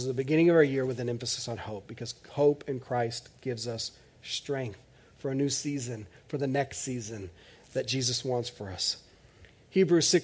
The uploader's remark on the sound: This is audio ripped from the Live Service video.